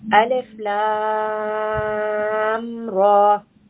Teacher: So I stopped the lam and then I said the ra. I did not merge them. I did not say alif lam ra. · Term: mukhaffaf